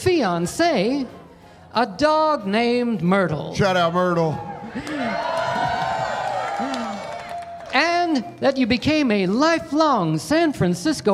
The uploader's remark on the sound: The Bonfire at Skankfest Vegas. Skankfest returns to Las Vegas along with the Bonfire- live before a frenzied audience!